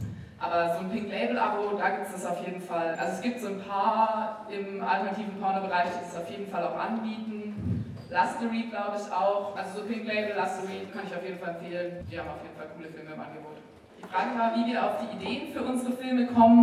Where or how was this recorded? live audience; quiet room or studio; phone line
live audience